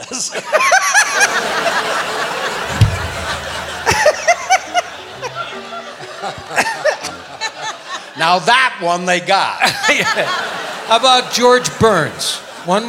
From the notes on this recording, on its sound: Live at the SouthPoint Casino